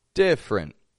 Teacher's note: Spelled with three syllables, but we drop that one E in the middle, just two quick syllables